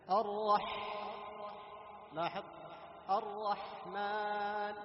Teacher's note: تحس بخروج ماذا؟ النفس ودفع النفس في الحاء · Term: الهمس